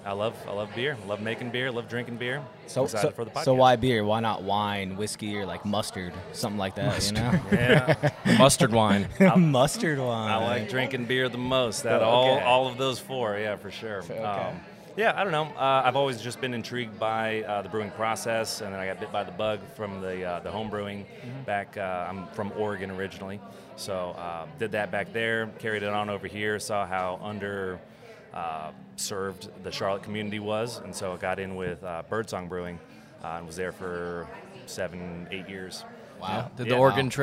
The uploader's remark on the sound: The Flights of the Round Table are reporting live from Midnight Mulligan Brewery!